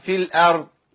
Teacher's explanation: الضاد لا تقلقل، ما هزهاش